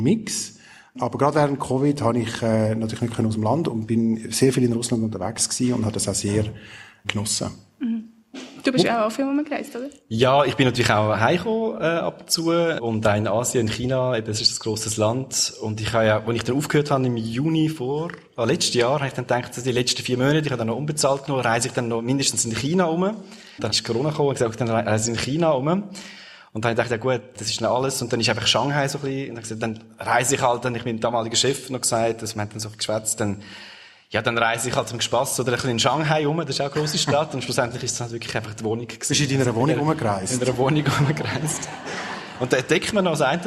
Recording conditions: live audience